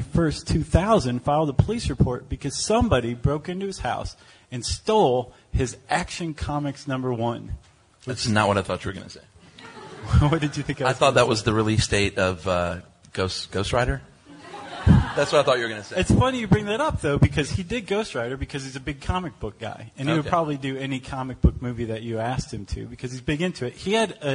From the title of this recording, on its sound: Live from SXSW